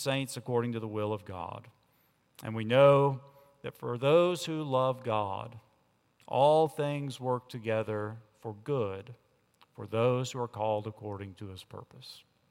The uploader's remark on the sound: On Sunday, July 22 at Redeemer Presbyterian Church in Charleston, SC